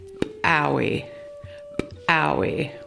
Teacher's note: This word is used to practice the letter called ejective P in the Klallam alphabet. The ejective P sound in Klallam is pronounced just like the English letter P, but with a stronger pop.